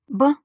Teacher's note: не такая звонкая, как в русском языке, по звучанию ближе к «п»